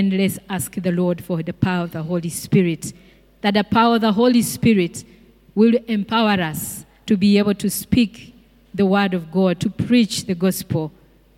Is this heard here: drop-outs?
no